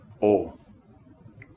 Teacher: The O sound is a guttural, deep vowel that sits lower in the voice. It is fuller and rounder, O.